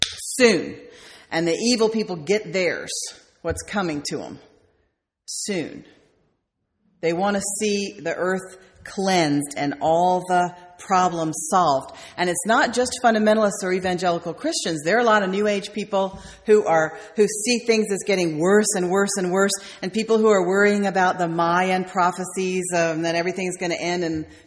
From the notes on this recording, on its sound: sermon delivered on May 4th, 2008